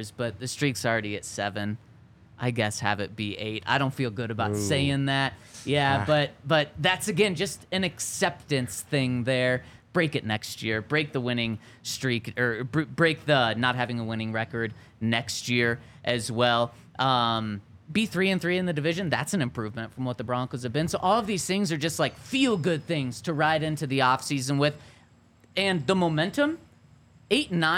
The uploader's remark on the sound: coming to you LIVE from the DNVR Bar